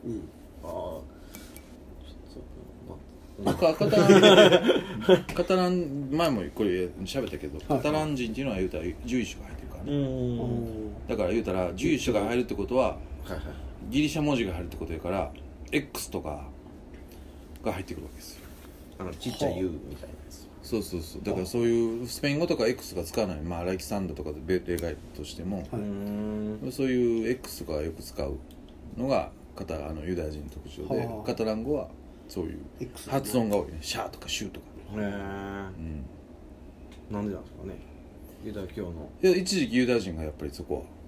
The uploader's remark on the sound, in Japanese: 神戸、SPACE DOG!RECORD(お店)より。